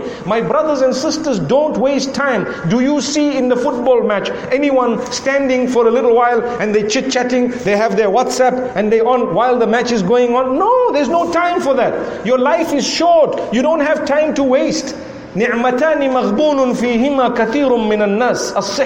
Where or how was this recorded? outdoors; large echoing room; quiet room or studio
large echoing room